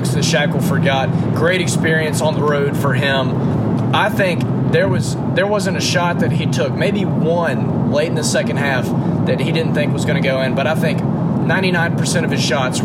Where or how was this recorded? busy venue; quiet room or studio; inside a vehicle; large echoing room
inside a vehicle